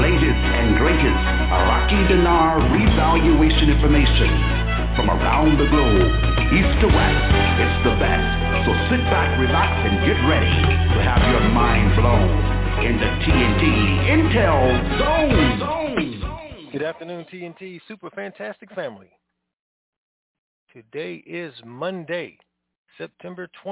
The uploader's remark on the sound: TNTSuperfantastic Conference Call